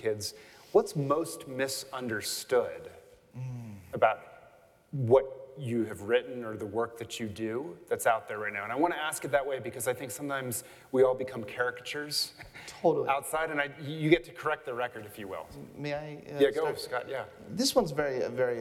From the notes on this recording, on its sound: I had the opportunity at a recent event to host a conversation on stage. What we really want to talk about as we do this live today.